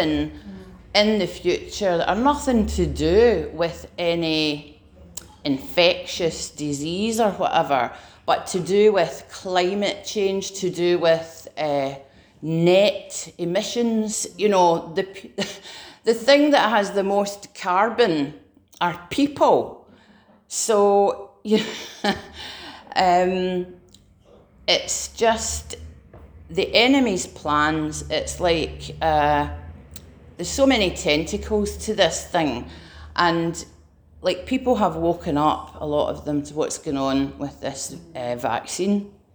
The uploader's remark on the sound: Preached at Remnant Army Rising